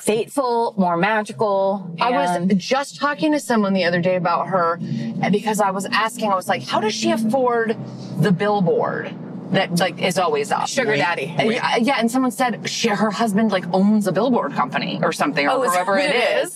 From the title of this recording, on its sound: In the Car